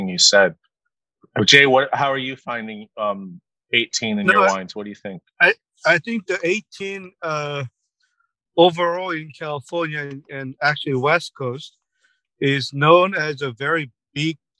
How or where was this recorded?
video call